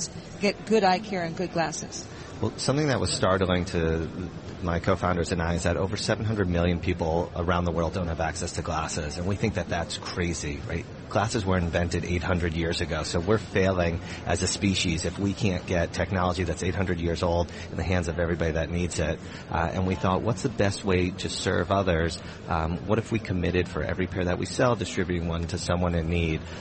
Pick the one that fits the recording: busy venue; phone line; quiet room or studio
busy venue